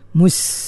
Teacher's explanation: pastikan sin disebut dengan tepat ya. Dia kena keluarkan bunyi unggas